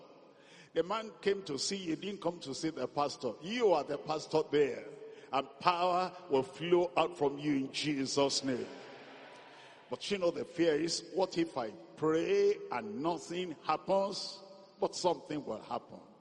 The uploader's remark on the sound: This message was preached at a Workers Meeting at the The Deeper Life Bible Church Headquarters.